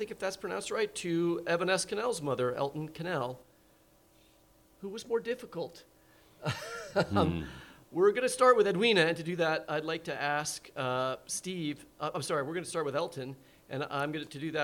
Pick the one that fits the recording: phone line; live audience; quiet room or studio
live audience